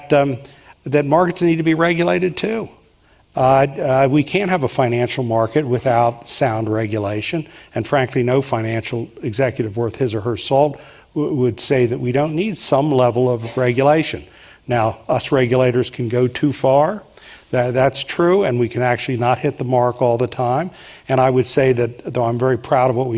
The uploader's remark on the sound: on stage at the Aspen Institute